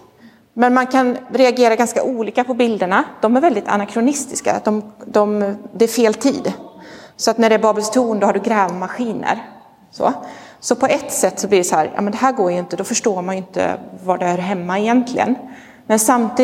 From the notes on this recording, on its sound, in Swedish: Inspelad i Roseniuskyrkan den 23 oktober 2022.